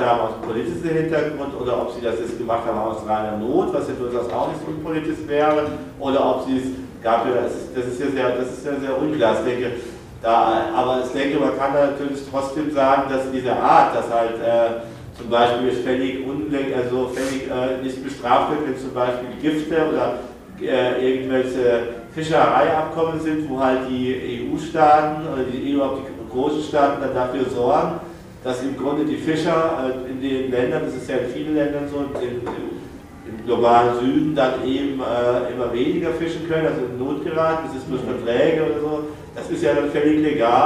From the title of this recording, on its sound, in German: Mitschnitt einer Veranstaltung